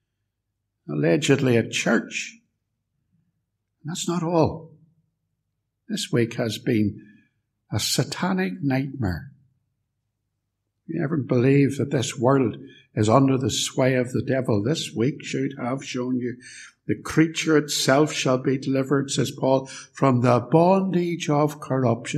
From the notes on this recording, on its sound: Sermon preached at Ballymacashon and Templepatrick Reformed Church. Recorded at TRC and used by kind permission.